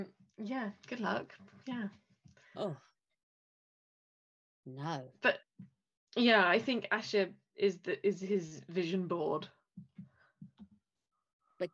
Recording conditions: drop-outs